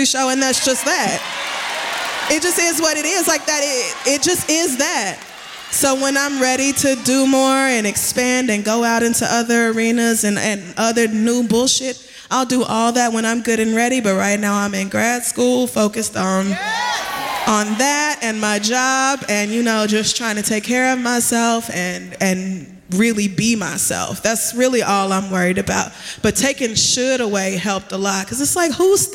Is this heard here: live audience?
yes